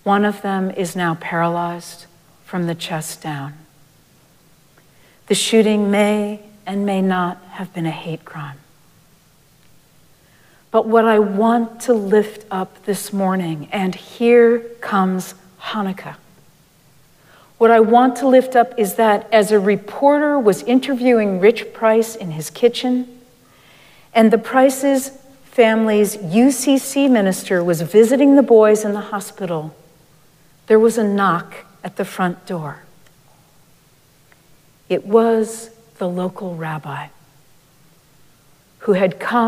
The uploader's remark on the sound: Recorded live at Arlington Street Church, Sunday, December 10, 2023.